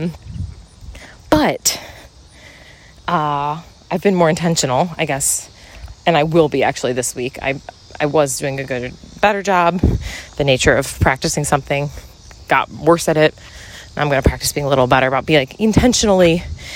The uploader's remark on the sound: Walk & Talk. On a walk through the neighborhood!